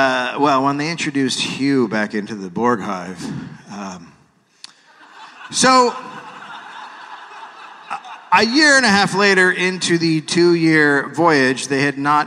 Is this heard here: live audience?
yes